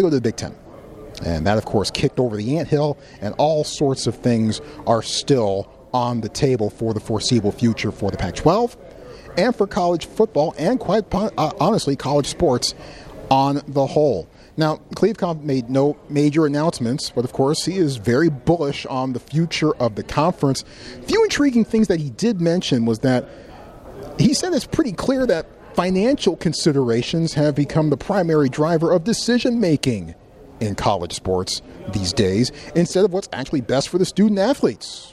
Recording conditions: busy venue